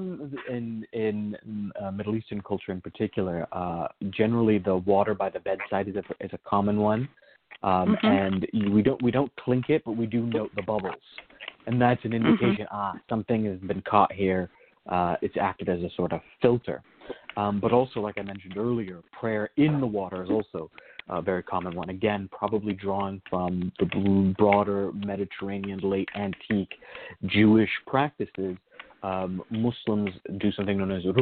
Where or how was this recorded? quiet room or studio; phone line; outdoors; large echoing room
phone line